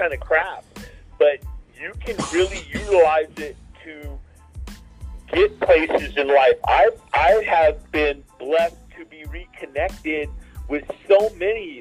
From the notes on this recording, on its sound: The Sloppy New Year LIVE. Call in with guests.